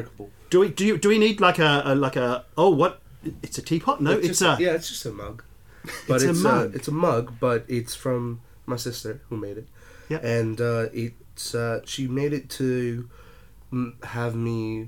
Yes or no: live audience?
no